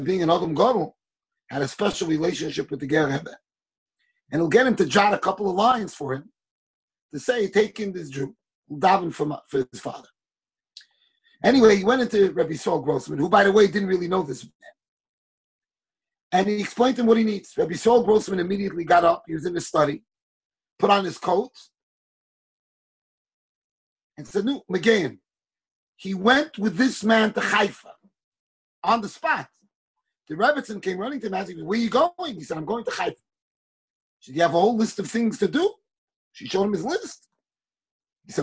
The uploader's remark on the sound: Shiur recorded on Zoom conference.